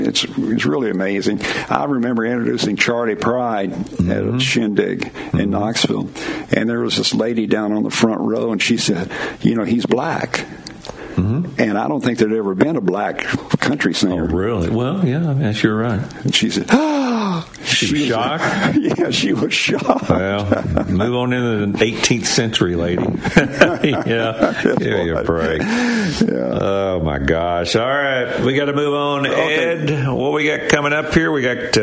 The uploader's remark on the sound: LIVE from The Ark Encounter!